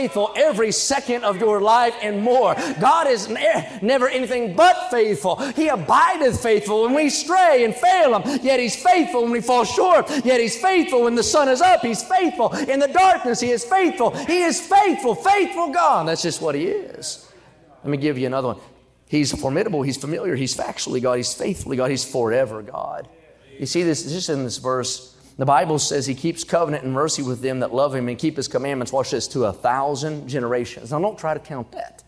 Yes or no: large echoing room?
yes